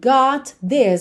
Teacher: got this, você junta num som só